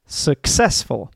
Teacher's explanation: the first syllable has the schwa sound, that's why it's not stressed.